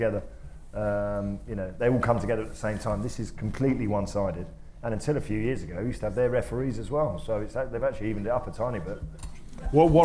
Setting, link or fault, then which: setting, live audience